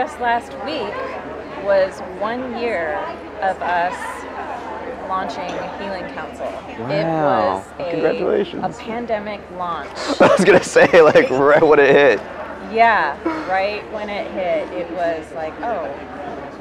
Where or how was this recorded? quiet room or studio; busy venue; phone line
busy venue